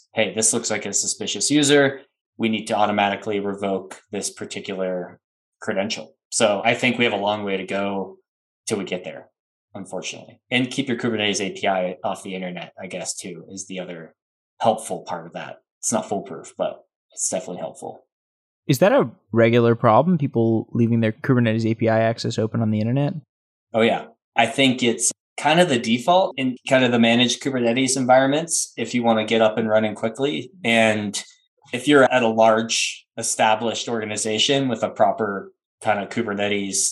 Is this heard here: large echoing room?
no